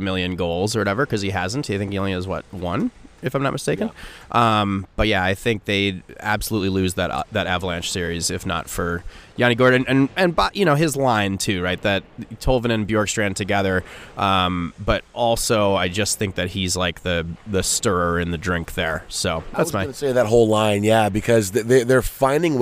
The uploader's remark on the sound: from morning skate at American Airlines Center in Dallas